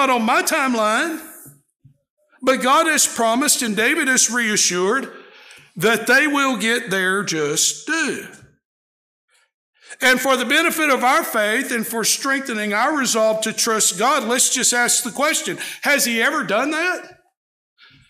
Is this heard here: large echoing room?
yes